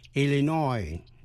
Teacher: Nhấn mạnh vần cuối